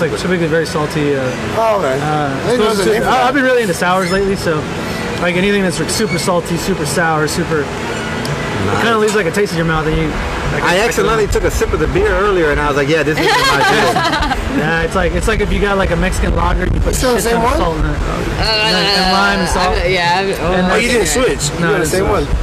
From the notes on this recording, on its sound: We were live at Truck Yard Houston in edo TX. We were live at Truck Yard Houston in edo TX chatting it up and eating bomb ass food.